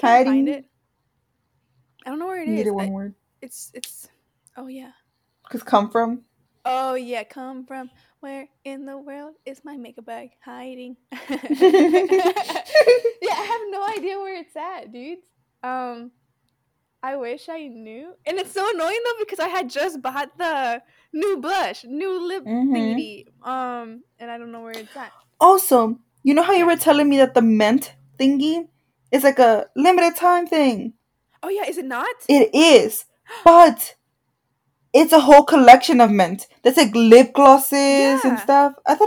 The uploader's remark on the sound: Excuse the Mic